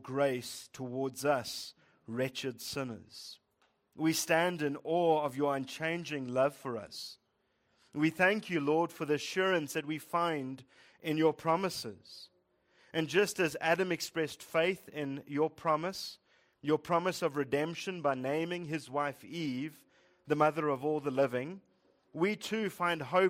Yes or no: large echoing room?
yes